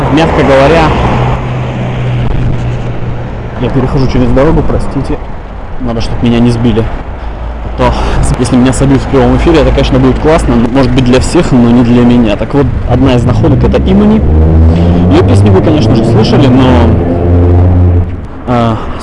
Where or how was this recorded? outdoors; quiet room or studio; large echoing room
outdoors